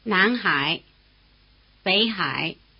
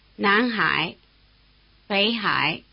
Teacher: Notice that the tone diagrams are the same for both names. Before the low tone of Hai, the low tone of Bei becomes a rising tone, indistinguishable from the rising tone of Nan.